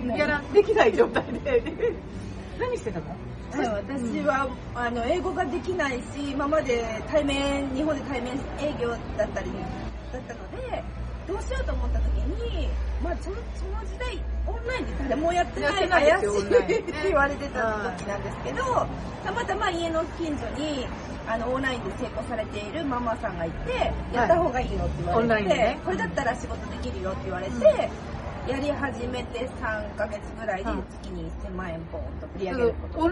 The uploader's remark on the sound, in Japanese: 室外での収録のため、聞きずらいところがございます。